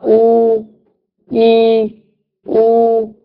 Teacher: दोनों होंठों के अधूरा मिलाने से अदा होता है कि दोनों होंठ गोल करें तो वो निकलता है